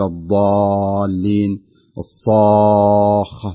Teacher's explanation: شوف فخمت الألف فخمتها ليش؟ لأن حرف الصاد قبلها فتفخم الألف